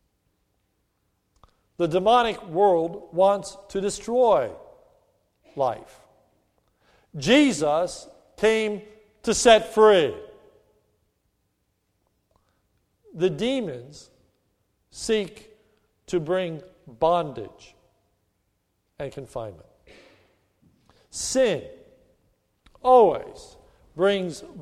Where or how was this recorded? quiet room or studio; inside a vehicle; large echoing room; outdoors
large echoing room